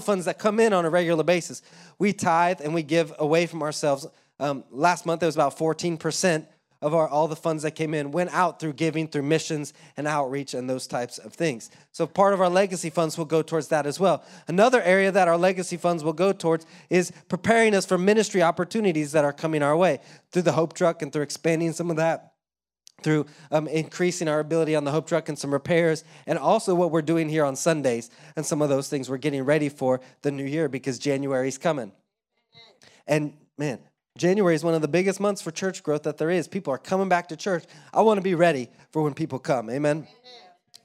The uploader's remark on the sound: Live from Orlando, Florida